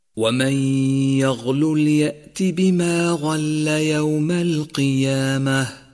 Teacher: فالغين مفخمة دائما واللام مرققة دائما، وكذلك كلمة القيامة من الآية نفسها، فالقاف مفخمة دائما والياء مرققة دائما، والألف تابعة لما قبلها في الترقيق والتفخيم، فاقرأها صوابا هكذا ومن يغلل يأت بما غل يوم القيامة.